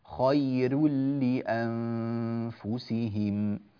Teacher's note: نرقق الراء لأنها راء مضمومة وقبلها ياء ساكنة